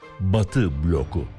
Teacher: Türkçe sözcüklerde ek alınca yumuşak G olan K harfi bu yabancı sözcükte aynen kalıyor, yumuşamıyor. Batı bloku.